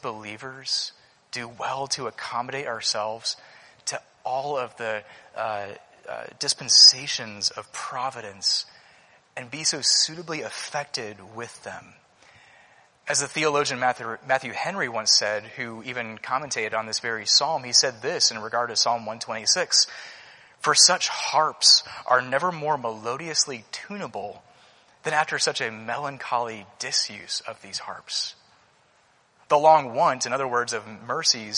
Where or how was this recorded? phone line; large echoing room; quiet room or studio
large echoing room